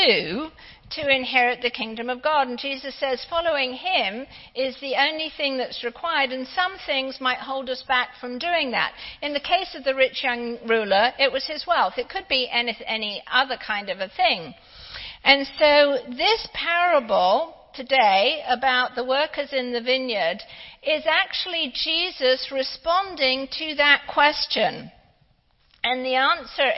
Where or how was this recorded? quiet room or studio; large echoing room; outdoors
large echoing room